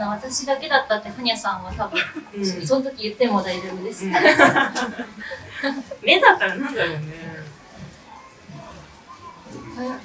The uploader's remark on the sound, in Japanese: うめだ阪急にて初の公開収録を実施してきました〜。当日は満席となり大盛況でイベントを終えることができました。宇宙兄弟』の展示が催されている愛溢れる空間で、『宇宙兄弟』のことをたくさん話してきました。